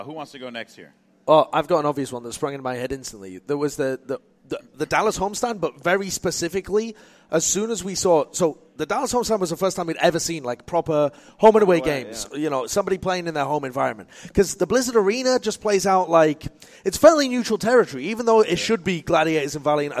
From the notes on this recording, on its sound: LIVE recording from Philadelphia.